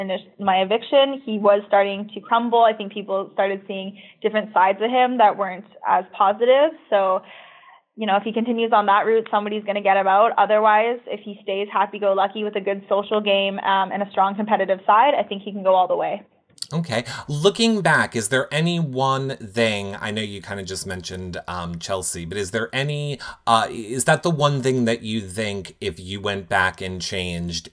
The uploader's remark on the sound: Phone Interview